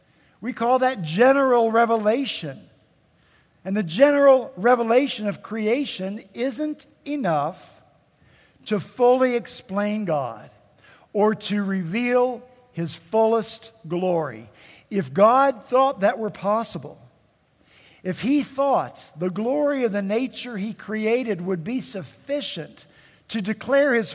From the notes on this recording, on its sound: At Redeemer Presbyterian Church in Charleston, SC